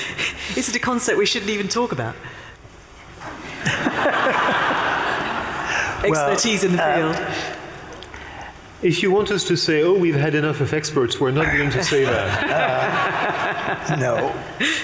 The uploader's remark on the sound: This episode is part two of our live event.